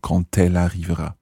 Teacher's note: the word quand makes a quand with a T sound at the end. And that's simply because the quand is followed by a vowel, quand elle arrivera.